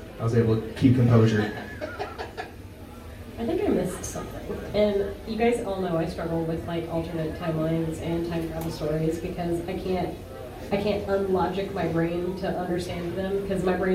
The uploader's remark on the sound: Live From Lodge Con